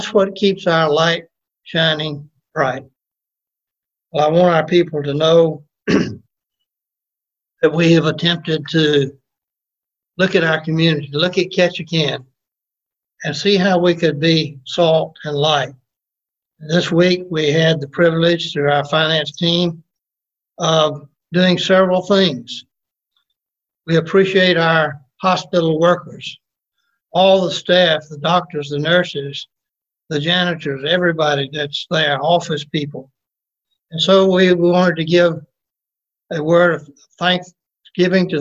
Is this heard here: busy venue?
no